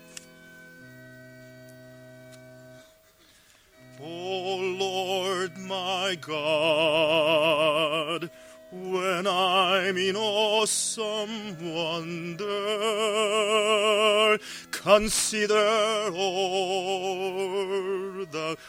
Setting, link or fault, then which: setting, large echoing room